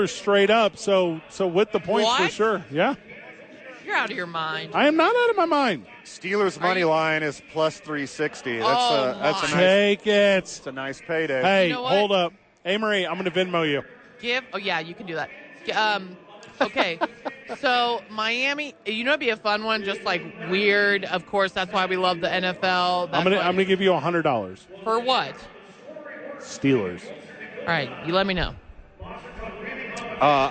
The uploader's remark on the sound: live at Rio Rancho Event Center!